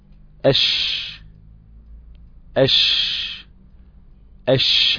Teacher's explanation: انتشار خروج الريح بين اللسان والحنك الاعلى، انتشار خروج الريح عند النطق بحرف الشين سواء كان ساكنا او متحركا. · Term: صفة التفشي